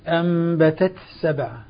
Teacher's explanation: نأتي بالهمس التاء ثم ندخل في السين